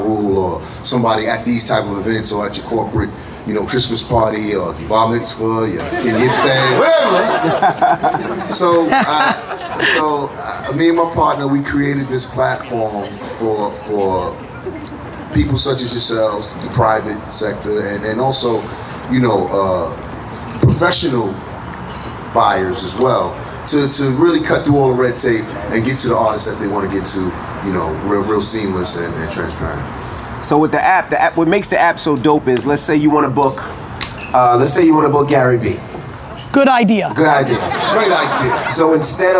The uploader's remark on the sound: SXSW 2017 Panel